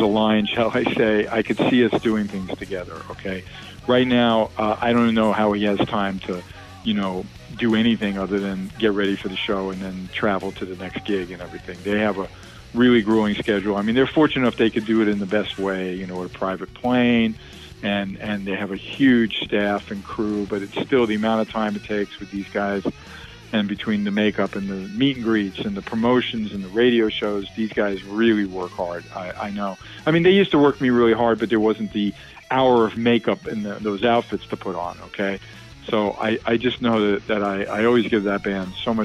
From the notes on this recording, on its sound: Calls into the ROCK LINE.